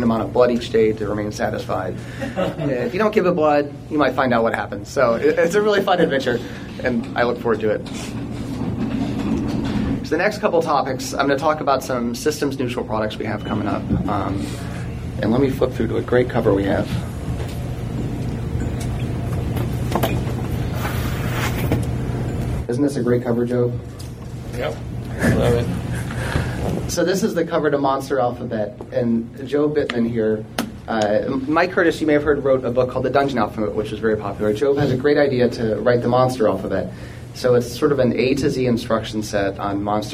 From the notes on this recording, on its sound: Gary Con Goodman Games Seminar. On Friday morning, we recorded the “What’s happening at Goodman Games” seminar.